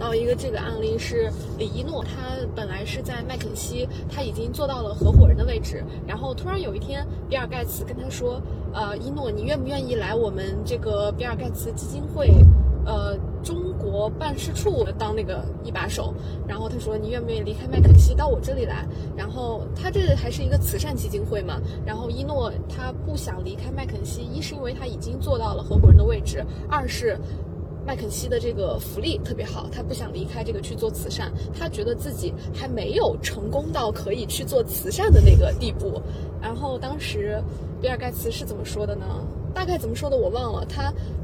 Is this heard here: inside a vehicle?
yes